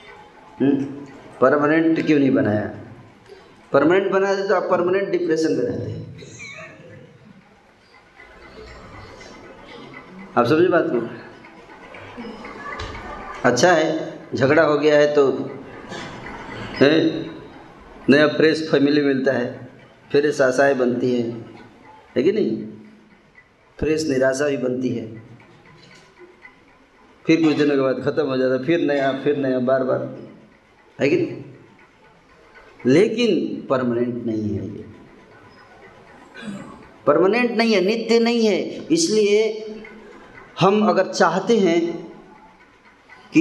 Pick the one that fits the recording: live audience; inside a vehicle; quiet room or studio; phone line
live audience